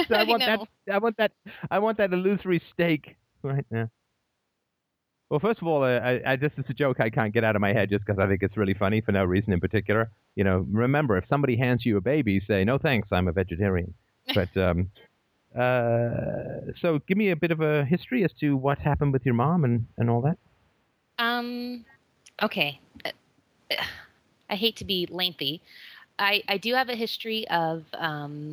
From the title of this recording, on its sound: Call In Show